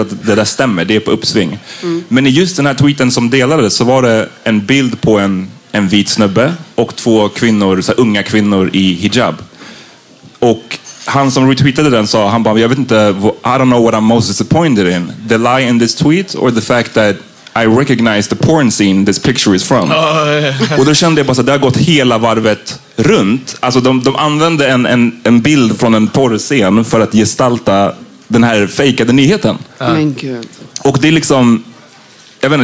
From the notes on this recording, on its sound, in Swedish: Denna vecka släpper vi vår livepod som spelades in live på Haymarket i Stockholm. Allt som allt så satte vi oss på en söndag efter en najs brunch och hade ett kul samtal framför några som var...